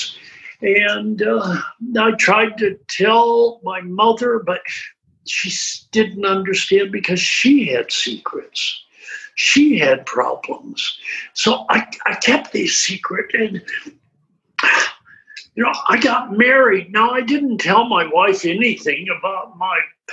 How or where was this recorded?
video call